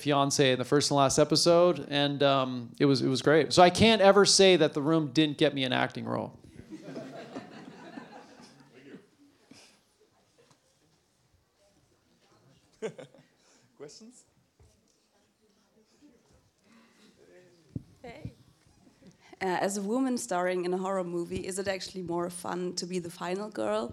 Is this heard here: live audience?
yes